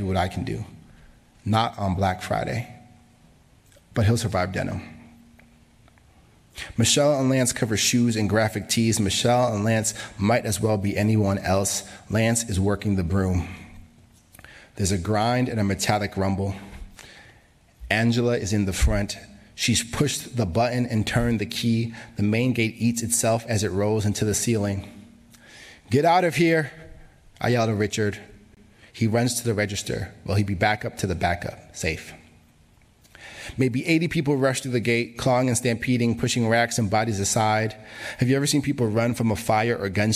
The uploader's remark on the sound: was recorded at the 2022 Tin House Summer Workshop